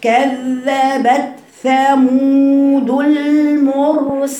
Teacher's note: اقف على التاء لانه بيسموه حرف شديد، يعني ايه شديد؟ يعني صوته مقطوع ما فيهوش جريان صوت كده